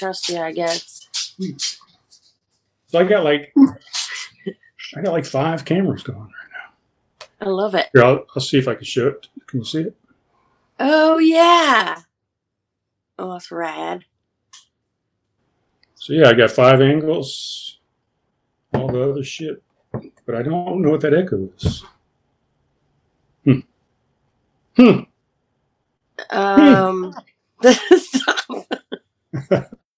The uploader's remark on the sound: The Video Chat Test Episode.